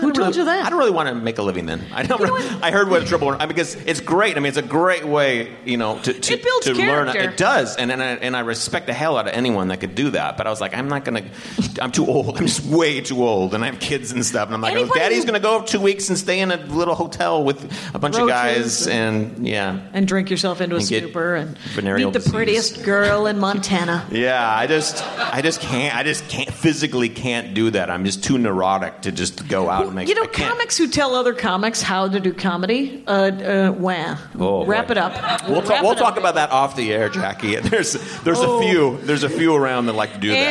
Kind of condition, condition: setting, live audience